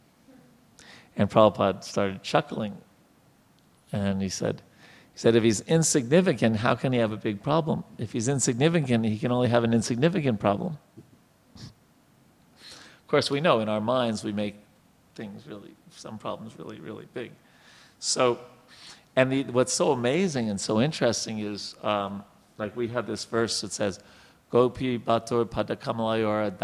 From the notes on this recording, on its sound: Lectures on the Srimad Bhagavatam are held on Sunday mornings at our temple.